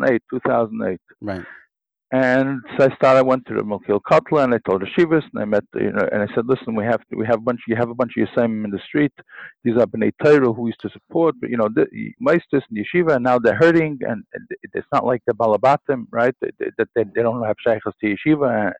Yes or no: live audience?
no